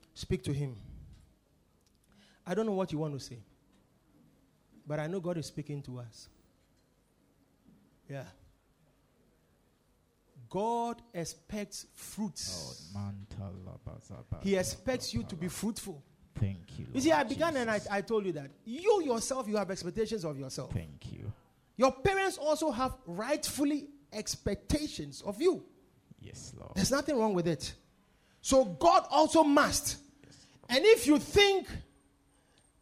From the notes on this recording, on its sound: Preached at The Victory Secrets Service.